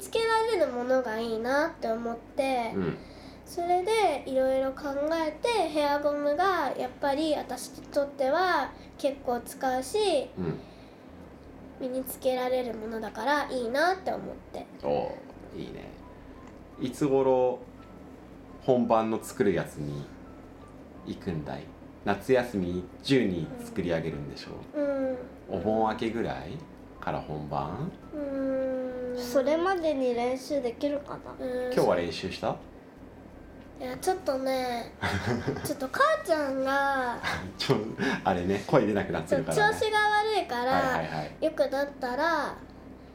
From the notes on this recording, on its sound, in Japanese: 子どもとの3人収録。